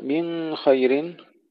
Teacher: الإخفاء لأبي جعفر مع الغنة